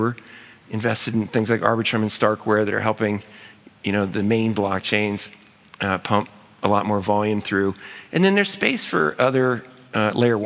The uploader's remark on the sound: In this special episode recorded live at SALT NY.